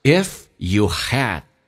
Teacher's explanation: D 去掉，这叫略音， OK,但气流要阻塞，因为 D 前面是一个元音。